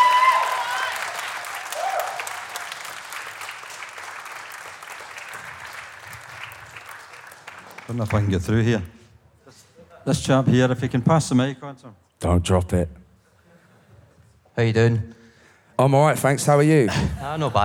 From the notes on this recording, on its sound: Live audience Q&A. This Q&A was recorded at the wonderful Barras Art & Design in Glasgow.